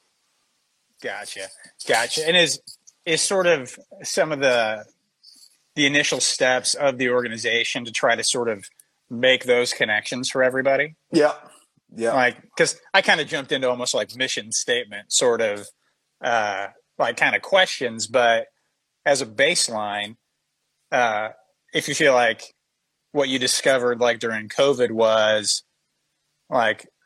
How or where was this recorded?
video call